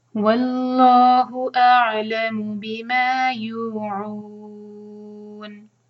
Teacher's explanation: بما، ما دو حرکہ، مد تبعی، یوعون، عو چار حرکہ، نون کو ہم ساکن کر رہے ہیں، تو یہ ہے مد عارض لسکون